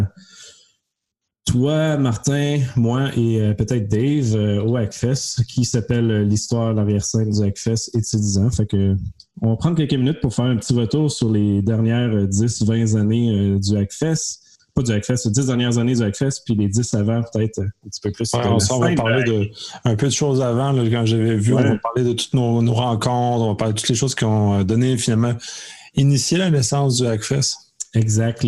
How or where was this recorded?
video call